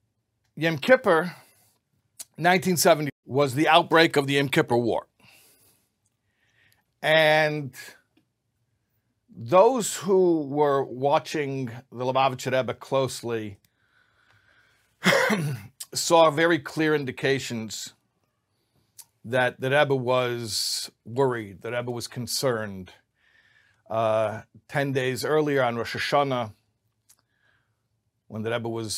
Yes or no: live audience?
no